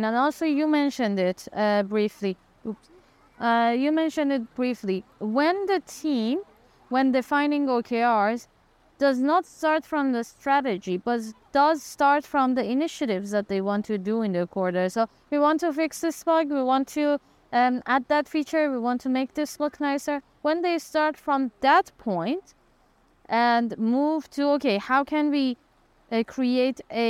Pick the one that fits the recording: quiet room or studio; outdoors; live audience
outdoors